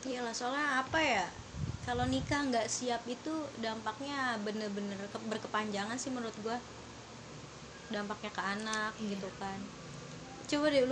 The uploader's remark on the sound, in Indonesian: Kalo denger suara noise itu kipas angin guys kita ga bikin podcast ditengah badai kok.